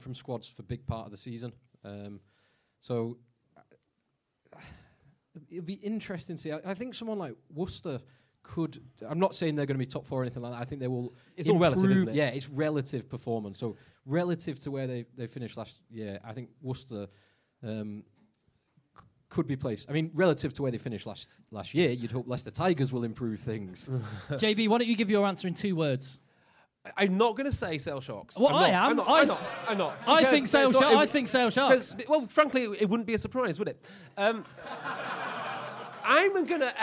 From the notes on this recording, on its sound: LIVE SHOW at TWICKENHAM. Headed to Twickenham for a pre World-Cup Live Show at Podcast Live at the home of rugby.